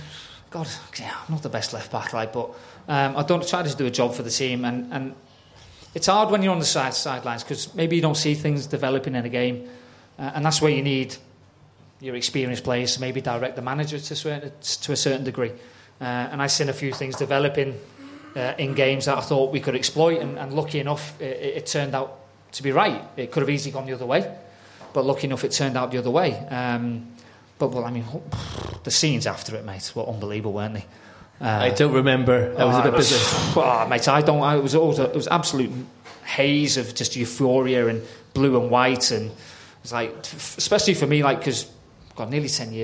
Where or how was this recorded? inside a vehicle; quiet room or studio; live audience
live audience